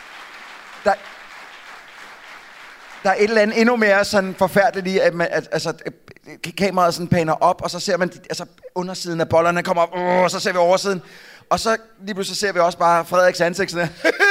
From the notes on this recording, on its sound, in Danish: Vi er live fra Århus hvor et ekstremt veloplagt publikum tog imod os